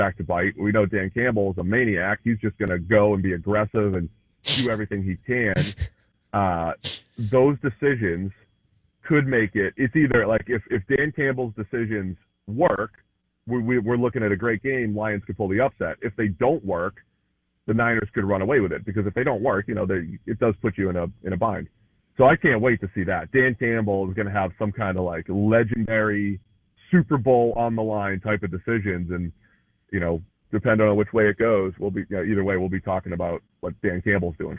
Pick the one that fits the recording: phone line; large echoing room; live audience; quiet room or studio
phone line